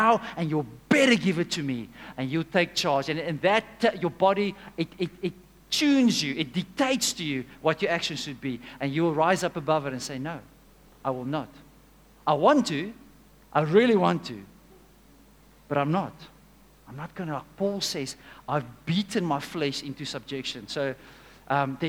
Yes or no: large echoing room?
yes